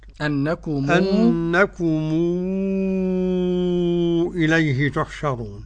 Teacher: قرأها ورش بالصلة على مد ست حركات